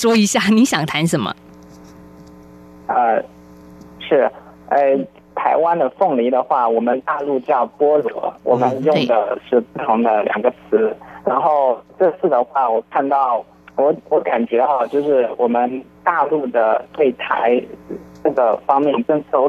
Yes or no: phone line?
yes